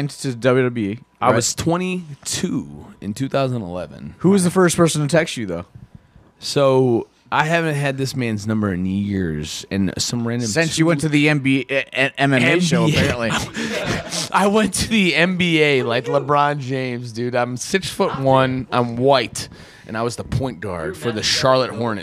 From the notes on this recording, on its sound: Live from the after after party